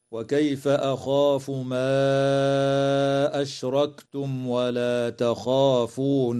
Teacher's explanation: مد منفصل في قوله تعالى: ما أشركتم، يمد بمقدار 4 أو 5 حركات